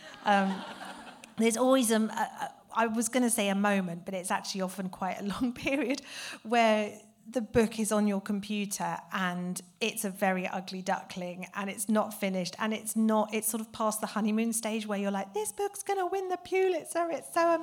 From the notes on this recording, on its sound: The Cuyahoga County Public Library, Parma Snow branch. Cuyahoga County Public Library for hosting and recording this amazing event.